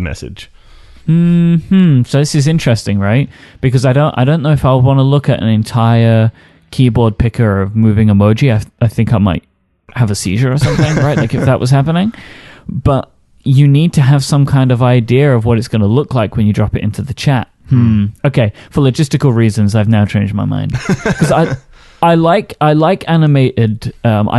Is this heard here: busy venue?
no